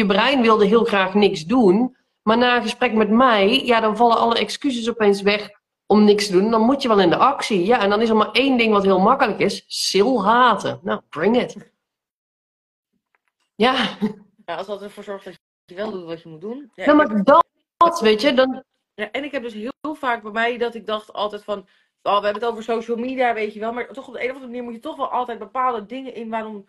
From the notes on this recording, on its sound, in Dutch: Deze aflevering komt uit een Instgram live